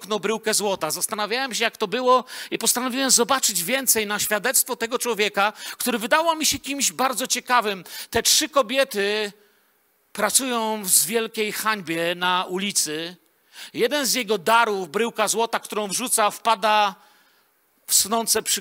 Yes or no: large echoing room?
yes